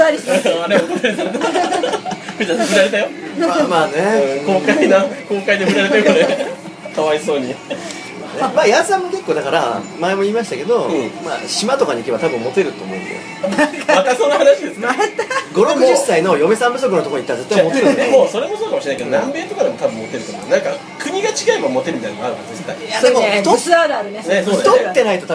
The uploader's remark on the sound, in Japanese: 某ステーキハウスにてこっそり収録。閉店間際だってイイからイイから。